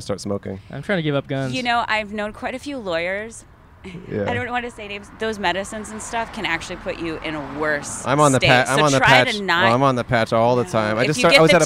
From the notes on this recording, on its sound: Recorded on Sunset Blvd in Hollywood, CA.